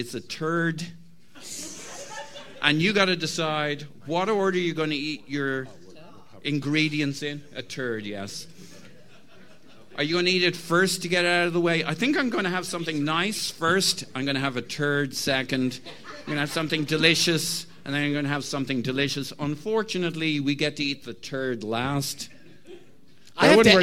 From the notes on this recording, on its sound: The special LIVE podcast performed on Saturday 22 April during the GoonerPalooza Spectacle in Chicago, Illinois, USA.